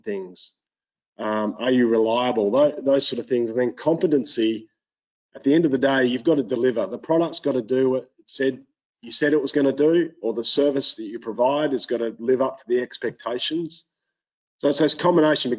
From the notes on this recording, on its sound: Listen to the recording of the online event.